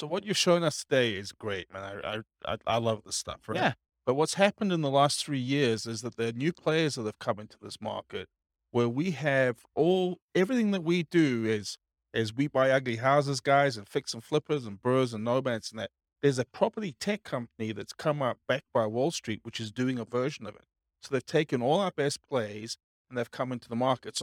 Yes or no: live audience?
yes